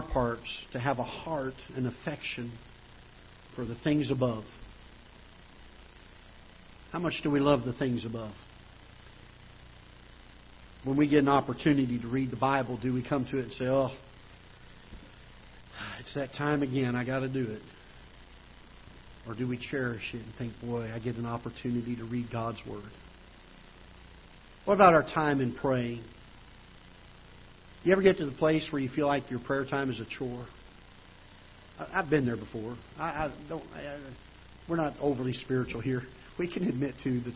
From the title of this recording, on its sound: Ketha Heights Baptist Church ~ Live Broadcast